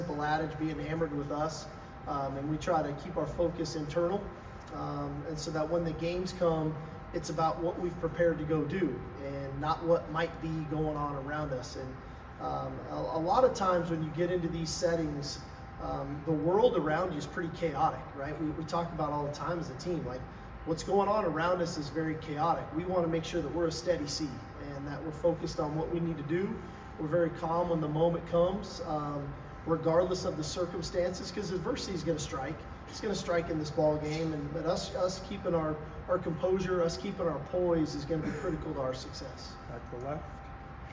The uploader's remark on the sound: Arrival Press Conference in New Orleans for the Allstate Sugar Bowl.